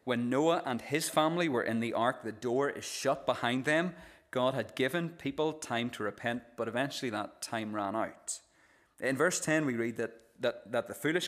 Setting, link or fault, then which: setting, large echoing room